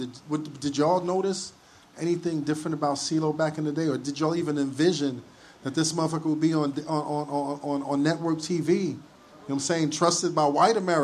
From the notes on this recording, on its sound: we take our talents down to Atlanta for a live show